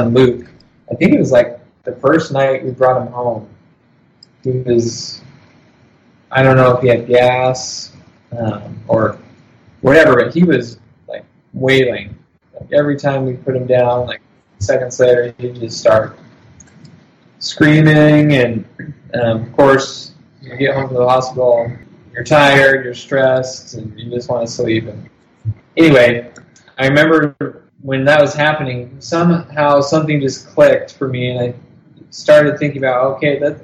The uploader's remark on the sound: The audio quality isn’t perfect